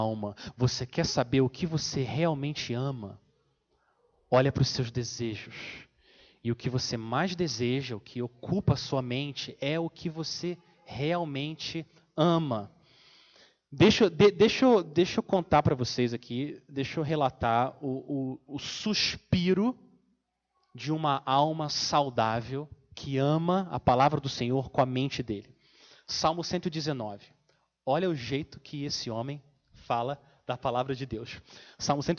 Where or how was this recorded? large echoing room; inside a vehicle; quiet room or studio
large echoing room